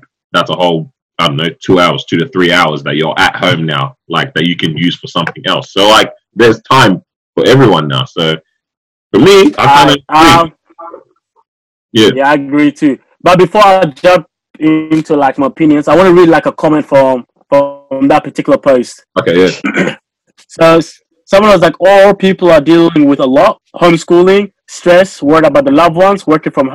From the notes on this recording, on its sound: Live From Quarantine. Welcome to our first over-the-phone podcast.